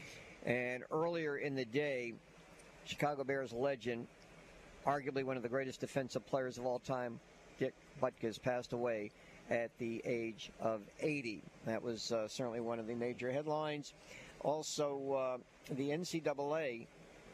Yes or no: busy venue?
yes